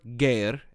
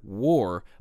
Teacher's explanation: the French derivative has a G due to this sound shift, while the English version retains the original W sound